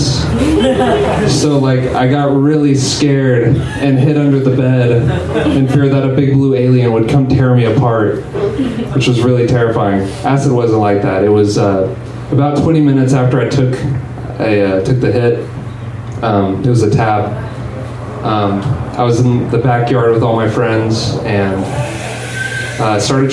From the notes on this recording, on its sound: Live from Genuine Joe's